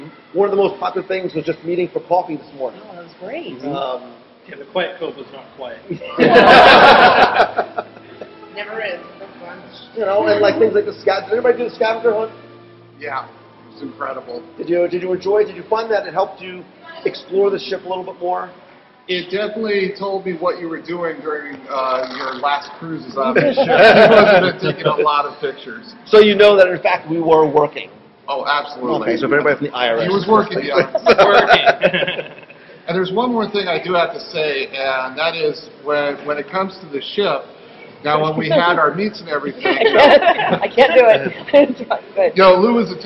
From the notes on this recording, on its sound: LIVE from the Disney Dream. WDW Radio Cruise recap and live broadcast.